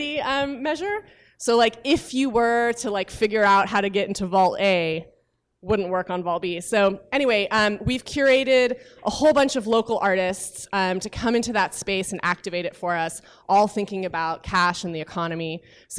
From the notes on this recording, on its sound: a live Q&A at an event in San Francisco